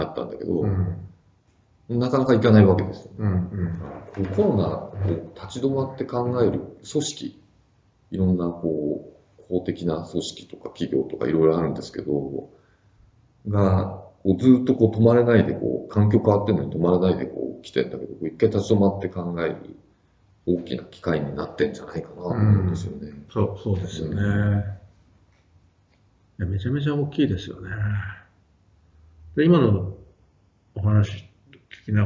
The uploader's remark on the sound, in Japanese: 旧マイクで音声ややわるいです。